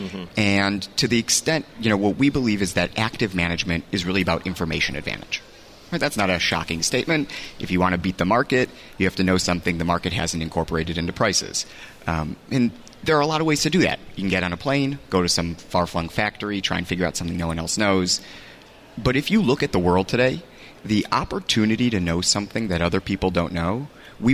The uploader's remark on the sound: Day Two From BNY Mellon's Pershing INSITE Conference in Phoenix